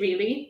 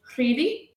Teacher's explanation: I put a trill on my R · Shown in: second take